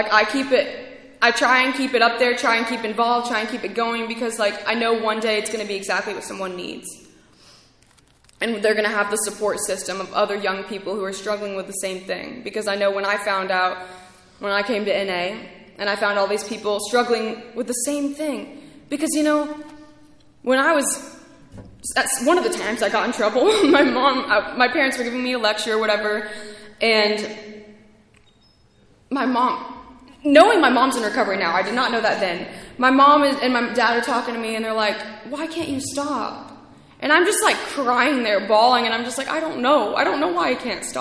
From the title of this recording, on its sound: speaking at ARVANA convention 3/2023